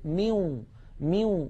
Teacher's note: يدغم الجزء اللساني فقط